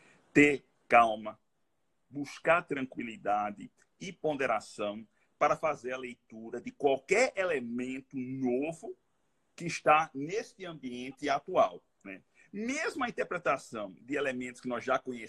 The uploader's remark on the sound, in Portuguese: Live no instagram